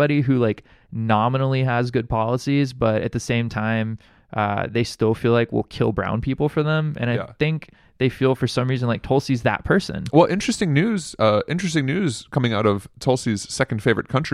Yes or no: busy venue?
no